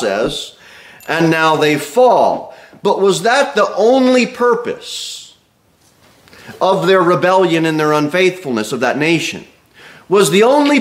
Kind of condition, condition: setting, large echoing room